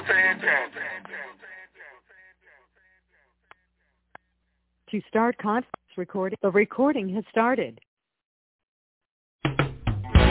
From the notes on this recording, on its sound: TNTSuperfantastic Conference Call.